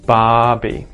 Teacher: we're not pronouncing the R in the word Barbie